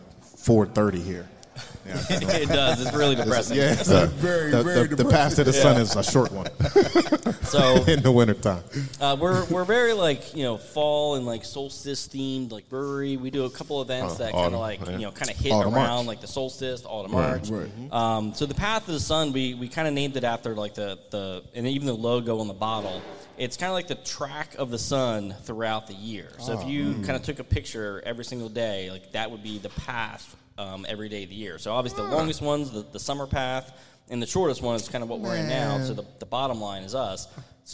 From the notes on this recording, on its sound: go live from Autumn Arch Beer Project